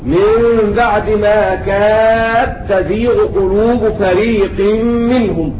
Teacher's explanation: فتضغم الدال في التاء مفتوحة بعد ساكن في قوله تعالى: من بعد ما كاد تزيغ قلوب فريق منهم، في قراءة أبي عمرو البصري.